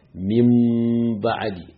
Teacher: ba a jin nunu mimun ake shi, min ba'di, karihe bakinka illa dai za ka bar gunna ta wanzu cikin bakinka.